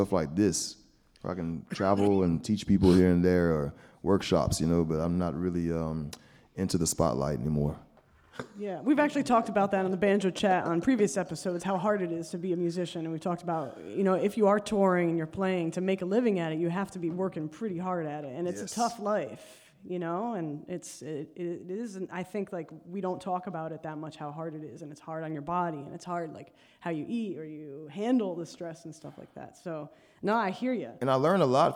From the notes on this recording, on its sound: A special live episode taped onstage at the Ashokan Center in Olivebridge, NY. At the inaugural Banjo Weekend.